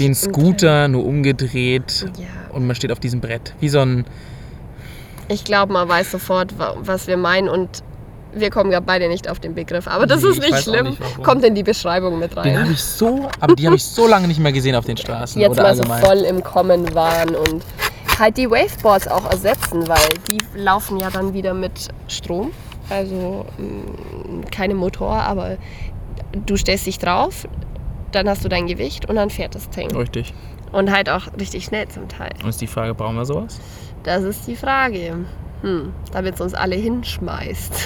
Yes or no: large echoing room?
no